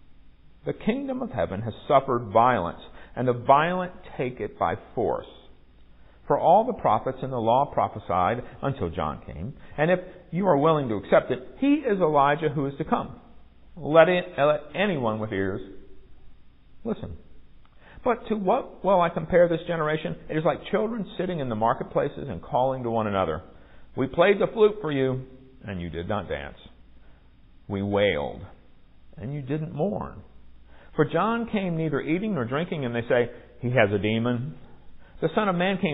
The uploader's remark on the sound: Recorded at MPPC on Sunday, July 9, 2023, during worship.